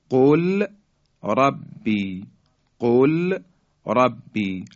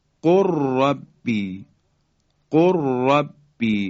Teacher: خب، یا در حرف لام، لام ساکن در حرف را، دقت کنید، قل ربی، قل ربی، لام ساکن در حرف را ادغام میشه، مثل قر ربی، قر ربی. دیگه لام رو ما تلفظ نمی کنیم بلکه حرف را مشدد بیان میشه · Shown in: second take · یا بل ربکم، ربکم، لام ساکن حذف میشه، را در حقیقت مشدد بیان میشه به این شکل، بر ربکم، بر ربکم، لام ساکن در را ادغام میشه.